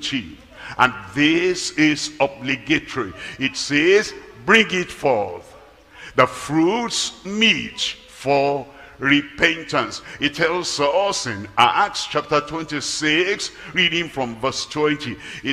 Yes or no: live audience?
yes